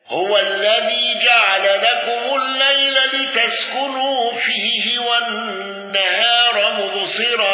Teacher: الأزرق بقصر وتوسط ومد البدل وأوجه العارض وتفخيم راء مبصرة والنقل